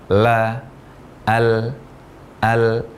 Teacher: Lam tarqiq diucapkan dengan posisi lidah istirahat tanpa ada bagian belakang dari lidah kita yang terangkat.